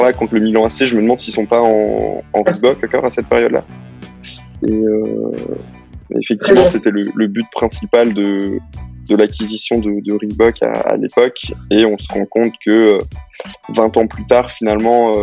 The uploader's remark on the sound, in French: Pour ce nouvel épisode Zoom